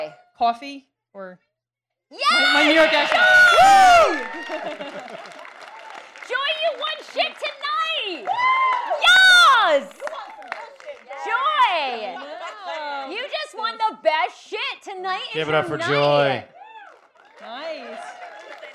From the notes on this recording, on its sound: Threw an epic live show party at AFI in Silver Spring. The event was catered by Elegancia Caters.